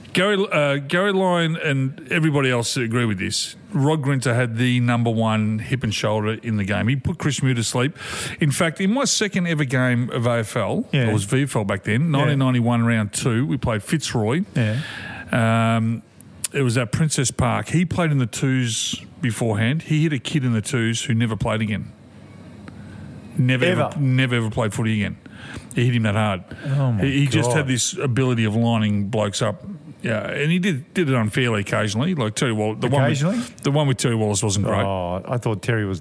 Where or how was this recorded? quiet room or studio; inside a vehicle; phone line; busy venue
busy venue